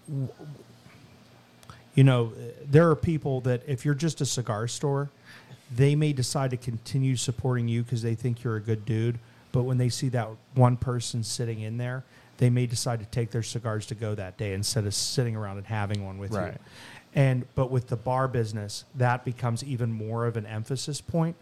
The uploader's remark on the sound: Go on location at The Blind Fox in Dormont, Pa for Oktoberfest.